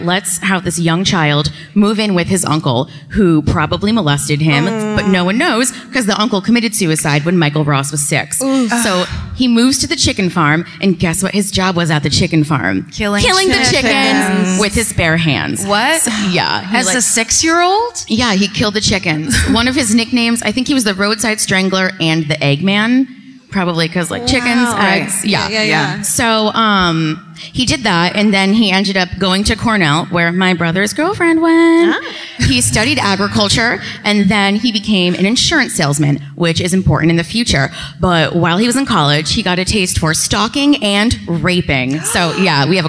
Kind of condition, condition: setting, live audience